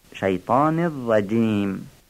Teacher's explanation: خوبه که این جیم رجیم رو یه مقدار ظریف بگیم، اگر تیز و ظریف بگیم فصیح خواهد بود